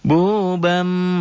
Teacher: Iklab itu bunyi M tapi samar.